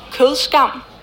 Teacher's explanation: Det udtales med et meget blødt D. Sådan nærmest dovent.